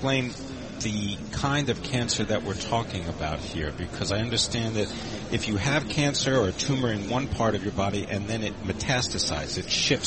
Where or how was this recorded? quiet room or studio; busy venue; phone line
busy venue